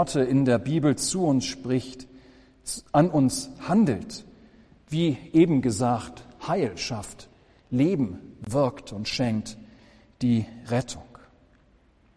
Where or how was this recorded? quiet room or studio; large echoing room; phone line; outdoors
large echoing room